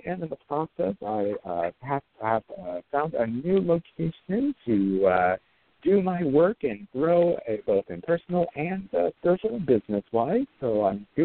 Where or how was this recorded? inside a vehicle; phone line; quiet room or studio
phone line